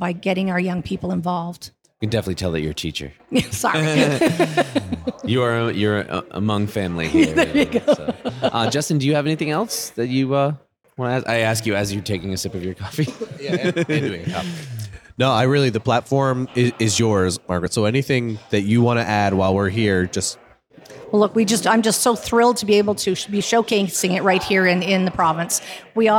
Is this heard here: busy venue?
yes